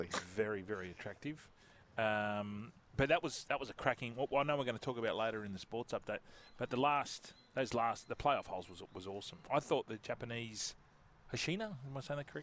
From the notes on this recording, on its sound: broadcasting live from the Moore Park Golf Club